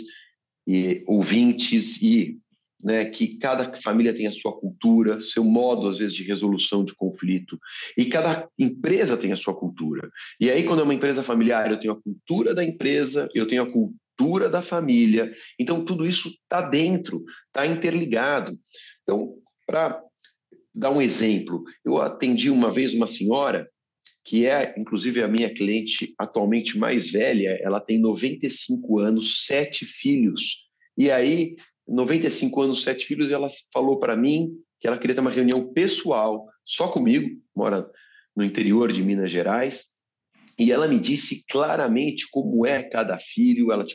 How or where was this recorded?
video call